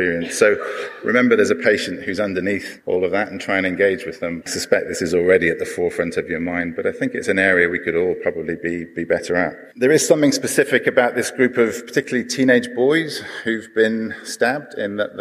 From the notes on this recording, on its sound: This episode of the podcast is a live recording from the PREMIER Conference.